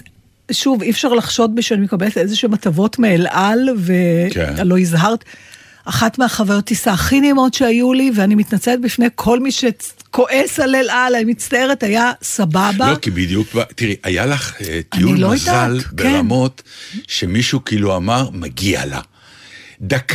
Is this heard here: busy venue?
no